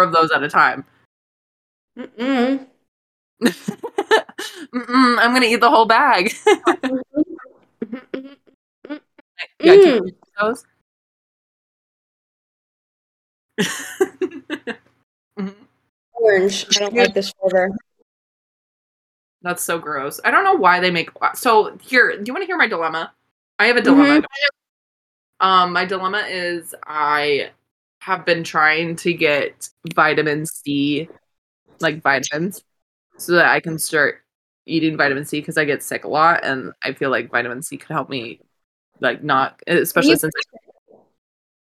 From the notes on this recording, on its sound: dealing with the technical difficulties that come with long distance teamwork